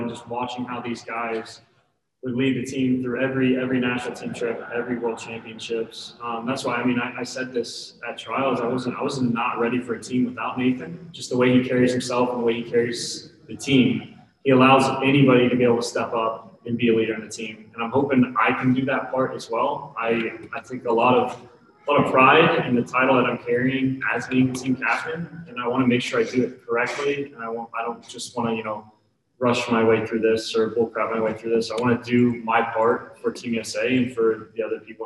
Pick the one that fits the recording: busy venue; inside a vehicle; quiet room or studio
busy venue